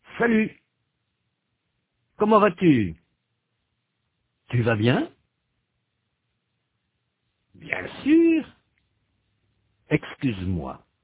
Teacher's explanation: pour prononcer la voyelle U, le bout de la langue est contre les dents inférieures. Les lèvres sont avancées et arrondies.